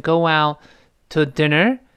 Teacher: 最后那个 t 一定失去爆破。因为这个 t 是爆破音